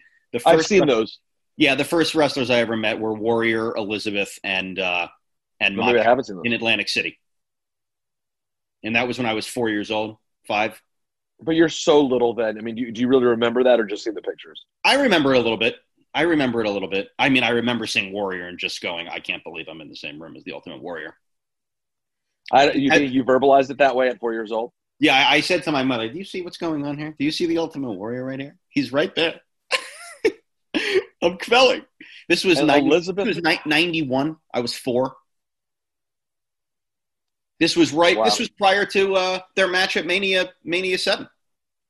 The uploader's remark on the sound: jump on a zoom